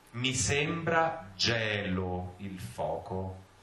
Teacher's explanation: So gelo is opened and sembra is very closed.